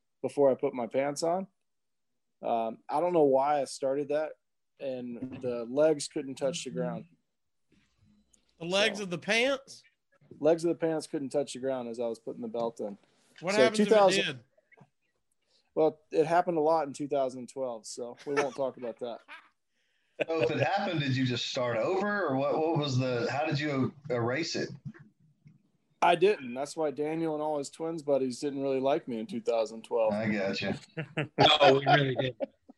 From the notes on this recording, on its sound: Zoom Room Jamboree. Let's have a Zoom party!